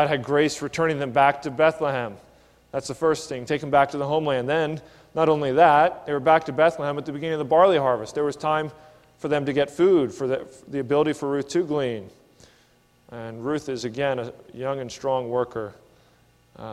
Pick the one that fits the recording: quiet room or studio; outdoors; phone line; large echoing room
large echoing room